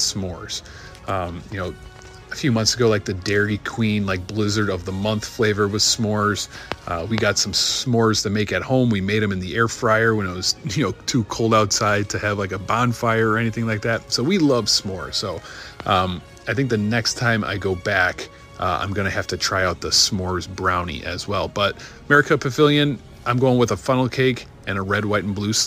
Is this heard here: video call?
no